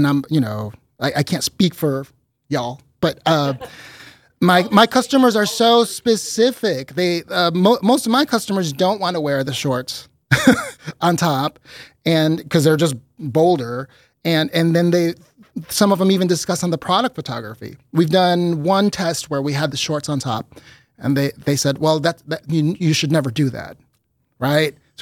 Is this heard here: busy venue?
no